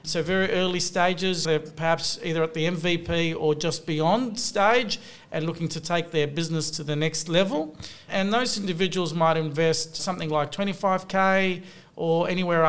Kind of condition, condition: setting, busy venue